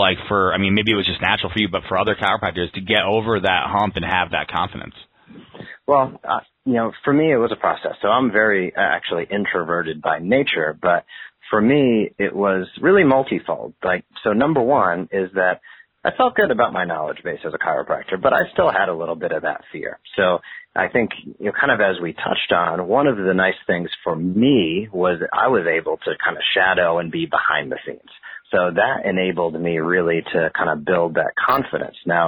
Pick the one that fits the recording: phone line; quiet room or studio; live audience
phone line